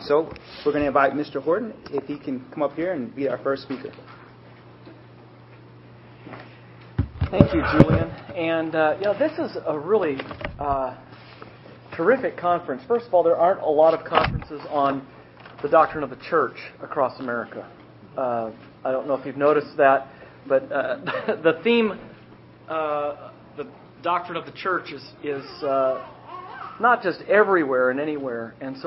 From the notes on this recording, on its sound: The debate took place at the 2012 Semper Reformanda Conference at Grace Family Baptist Church.